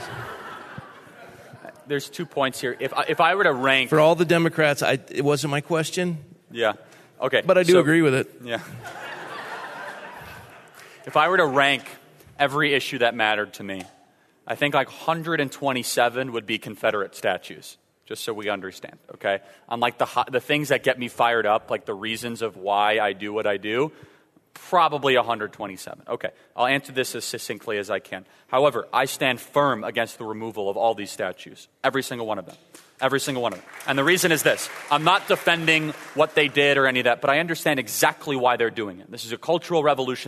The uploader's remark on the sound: In a live speech from Godspeak Calvary Chapel in Newbury Park, Calif.